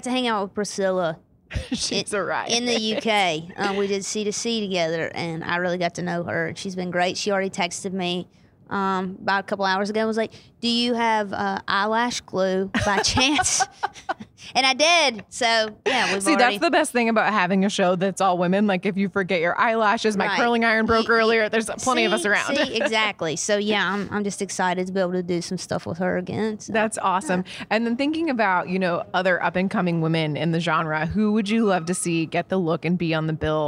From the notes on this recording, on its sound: backstage at Audacy's Leading Ladies Live